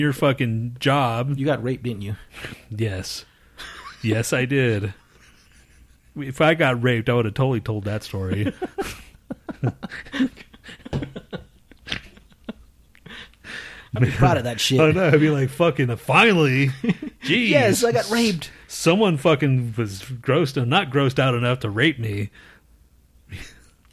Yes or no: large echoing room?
no